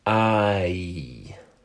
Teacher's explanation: When you say the name of that letter, I, you start out saying ah and end with e. · Term: diphthong